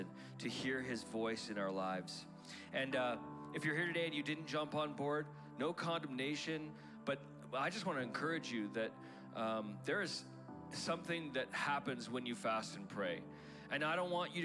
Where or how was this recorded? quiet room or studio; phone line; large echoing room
large echoing room